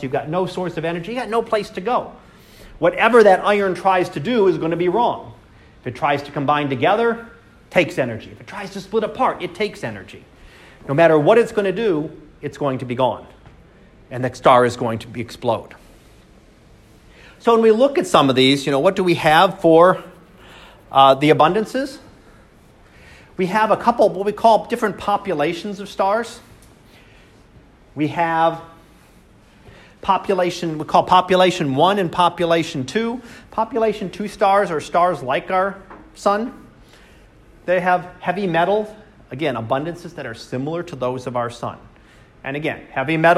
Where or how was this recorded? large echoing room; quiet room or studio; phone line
large echoing room